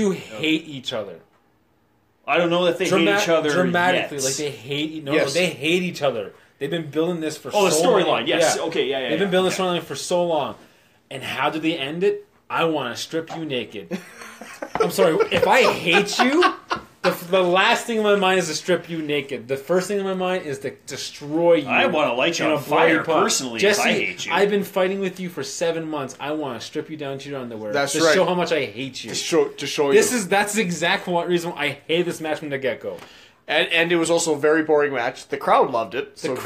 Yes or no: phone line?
no